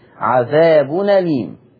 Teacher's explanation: وعذاب أليم النقل، لا يخفى علينا النقل، بنقل حركة الهمزة للساكن، والساكن هنا التنوين